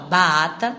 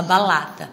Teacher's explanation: às vezes ou apagam o fonema, fala baata, por exemplo, ou troca pelo fonema L, né, fala balata. Então, o tempo de aquisição desse fonema é 5 anos.